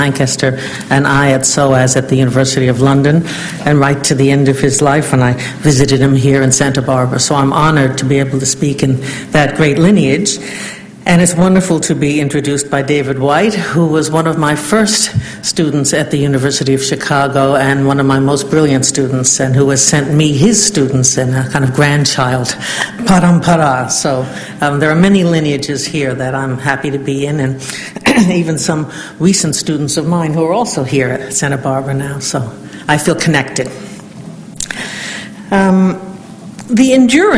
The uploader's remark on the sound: Fourth Annual Ninian Smart Memorial Lecture at UC Santa Barbara